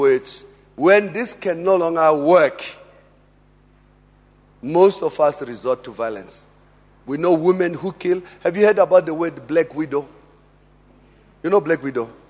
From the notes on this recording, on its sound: Preached at Emmanuel Christian Church, Arcadia Campus.